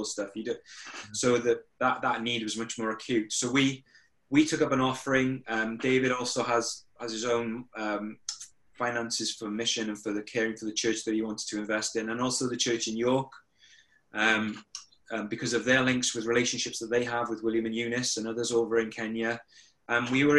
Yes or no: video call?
yes